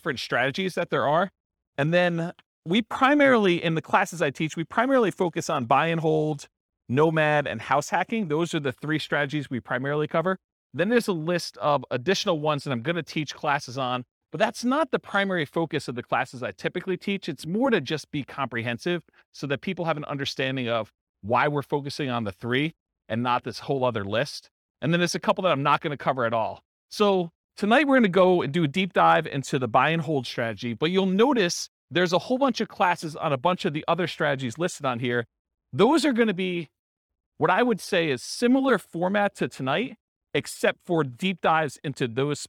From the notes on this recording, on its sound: This was a live class recorded